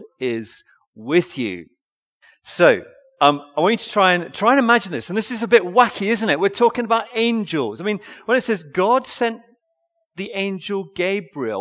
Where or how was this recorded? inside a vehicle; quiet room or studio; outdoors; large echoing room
large echoing room